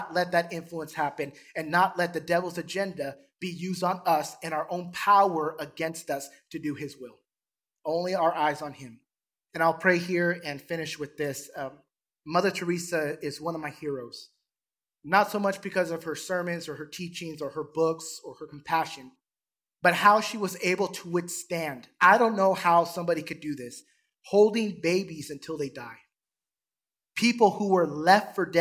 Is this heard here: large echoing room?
yes